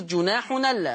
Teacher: الحركة الهمزة بتتنقل للساكن اللي قبلها، فتصير جناح ألا، نون مفتوحة